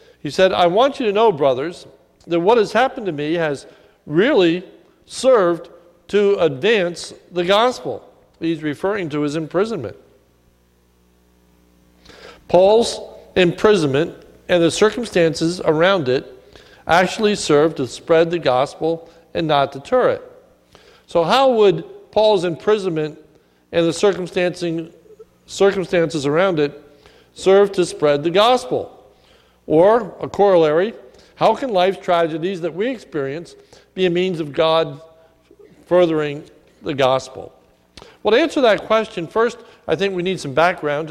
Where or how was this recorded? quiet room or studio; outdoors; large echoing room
large echoing room